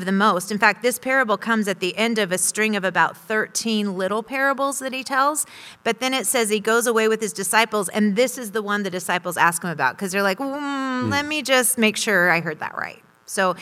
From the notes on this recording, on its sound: In a special 4 part live series, we look back on some of the most memorable messages of 2018 and discuss on stage at Westside Church.